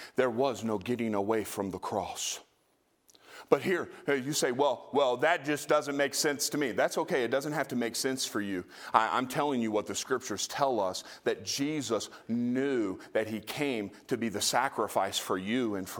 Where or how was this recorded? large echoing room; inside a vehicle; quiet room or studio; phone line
large echoing room